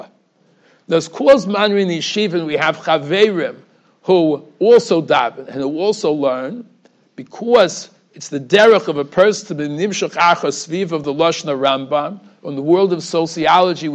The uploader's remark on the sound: Shiur recorded in Yeshivas Ohr Reuven, Monsey, NY.